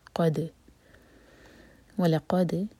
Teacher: ولقد واو کے لیے ہوٹ گول و لقد لا لائٹ قاف ہیوی اور دال پر قلقلہ. قلقلہ کا مطلب کہ دال کو اپنے باؤنس کرنا ہے